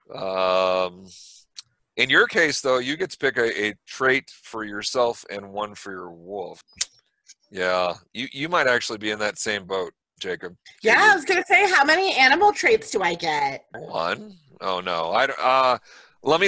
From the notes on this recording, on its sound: From the relative safety of our own homes via Zoom.